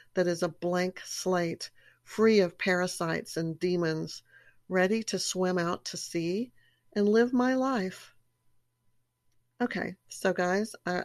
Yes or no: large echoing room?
no